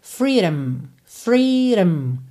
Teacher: você quase não fala esse O. Você vai meio que do D direto pro M